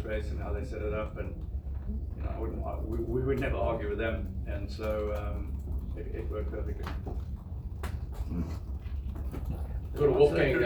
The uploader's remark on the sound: Live from Daytona